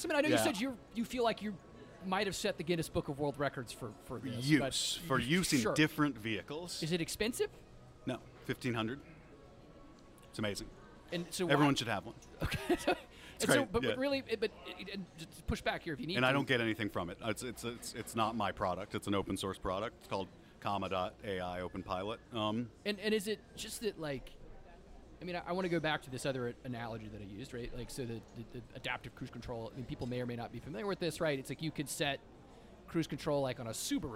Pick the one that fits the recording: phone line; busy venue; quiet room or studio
busy venue